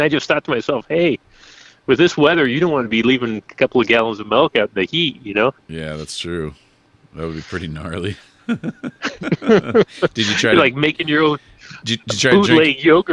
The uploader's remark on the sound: Living on the Ledge LIVE on the side of the Oxnard tower in the rain storm.